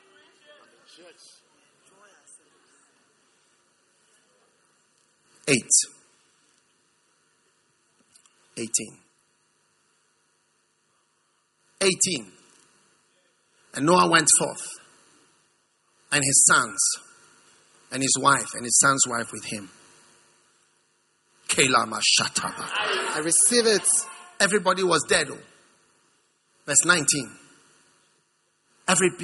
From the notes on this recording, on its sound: Preached at the First Love Center, Accra.